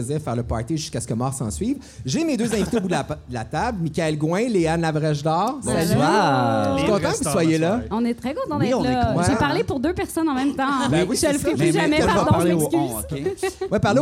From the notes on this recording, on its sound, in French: Enregistré au Centre Phi à l’occasion de la Nuit blanche de Montréal le 4 mars dernier